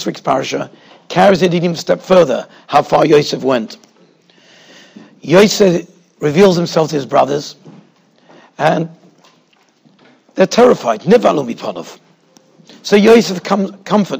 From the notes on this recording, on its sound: Shiur recorded in Yeshivas Ohr Reuven, Monsey, NY.